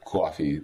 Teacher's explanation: classic New York accent starts rounded and then it relaxes into the vowel. So perhaps you could have a less rounded vowel for the end of it and not use a diacritic.